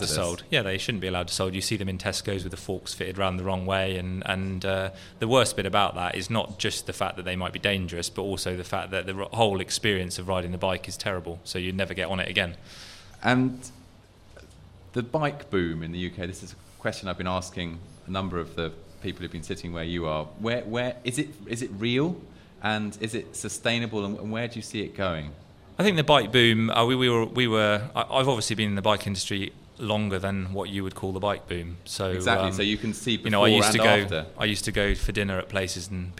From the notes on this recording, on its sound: This conversation was recorded live at last month’s Bike V Design night at the Design Museum.